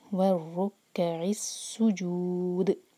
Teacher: ہے، مس نہ ہو، دونوں کو اسٹرانگ پڑھنا ہے، والرکع السجود، دال پر رکیں گے تو دال پر قلقلہ